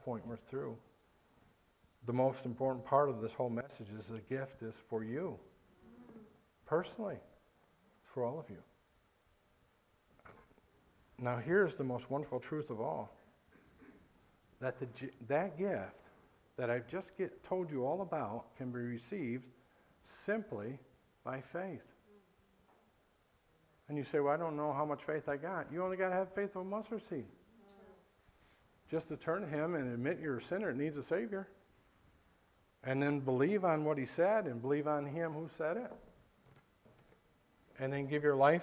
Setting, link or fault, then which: setting, large echoing room